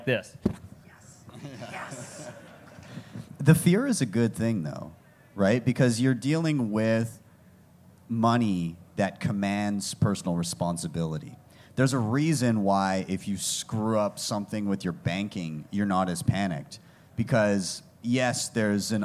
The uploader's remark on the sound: Special live episode of Café Bitcoin from the Swan Dome at Pacific Bitcoin Festival 2023!